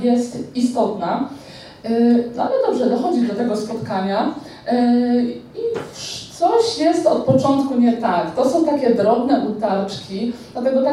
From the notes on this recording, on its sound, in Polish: Zapis audio (wraz z prezentacją) prelekcji, która odbyła się 17 czerwca 2023 roku podczas festiwalu popkultury i fantastyki „Pyrkon”.